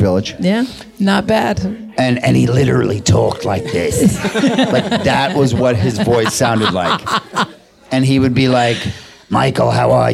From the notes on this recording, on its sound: "A Catskills Kibitz,” our first ever live Kibitz event, was held at the “World Famous” Kibitz Room at Canter’s Deli in Los Angeles on the second night of Hanukkah